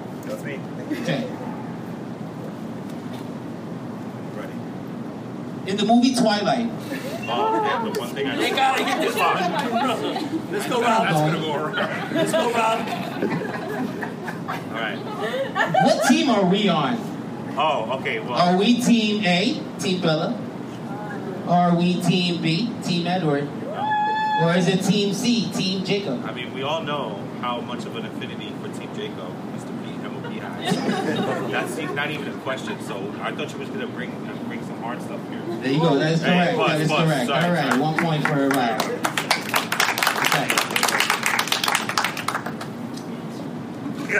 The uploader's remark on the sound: The guys host a live event for fans of the podcast, some audio from the MOPPC live game show.